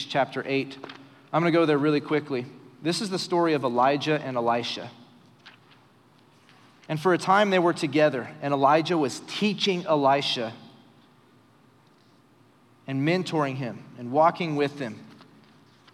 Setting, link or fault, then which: setting, live audience